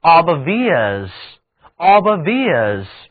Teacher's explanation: 这里的字母 o 读音是圆口型的元音 o